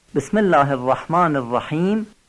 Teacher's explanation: شما لفظ الله رو باید نازک و معمولی تلفظ کنید